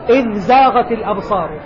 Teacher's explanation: الذال قريبة من الزاء، متقاربة، حرفان متقاربان، ما أدغمنا